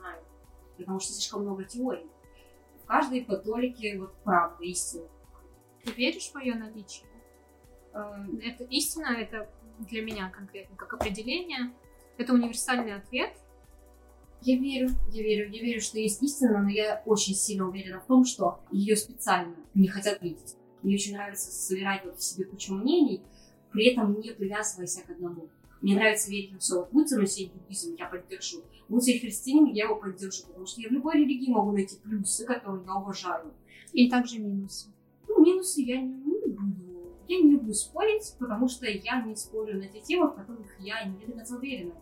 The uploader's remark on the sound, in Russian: У данного выпуска специфичный звук из-за формата "интервью в гостях", а так же были небольшие технические накладки с аппаратурой, поэтому небольшой дисклеймер и извинения перед любителями чистого звука.